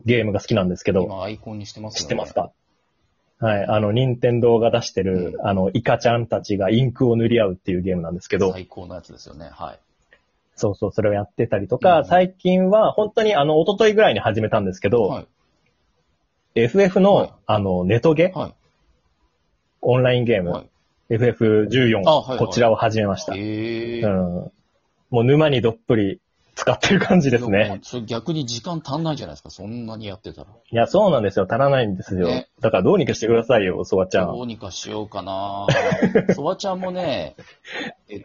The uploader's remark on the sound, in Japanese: 2～3時間ぶっ通しまとめ録り。リモート収録。